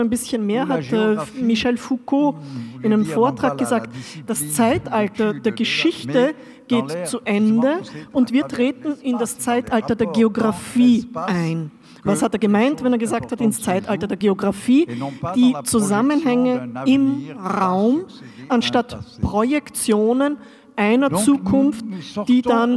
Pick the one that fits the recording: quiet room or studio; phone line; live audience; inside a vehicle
live audience